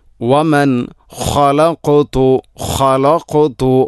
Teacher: ഖ തൊണ്ടയുടെ ഏറ്റവും മുകൾ ഭാഗം, ശേഷം ഖാഫ്.